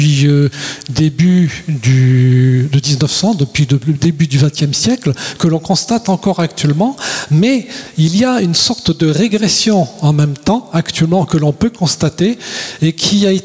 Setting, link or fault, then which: setting, large echoing room